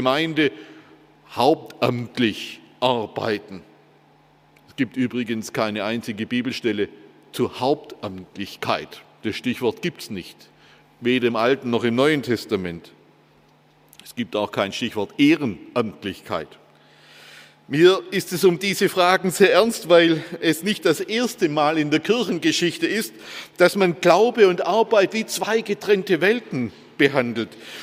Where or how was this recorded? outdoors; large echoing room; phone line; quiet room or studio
large echoing room